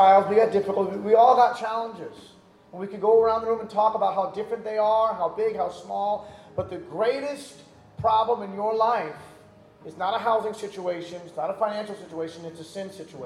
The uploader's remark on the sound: during the Sunday morning service